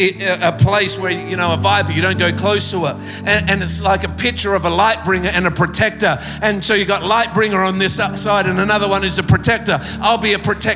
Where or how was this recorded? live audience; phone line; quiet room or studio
live audience